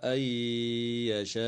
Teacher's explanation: وتدغم النون الساكنة في الياء مع الغنة